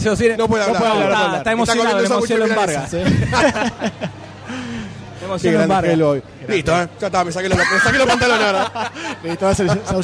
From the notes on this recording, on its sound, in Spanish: grabado IN THE FLESH, en vivo y en directo desde la PopCon 2014